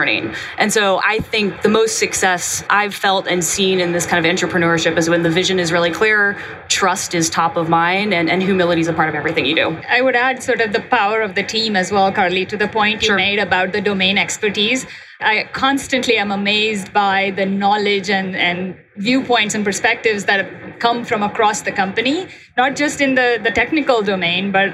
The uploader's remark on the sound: live from the GE HealthCare booth at HIMSS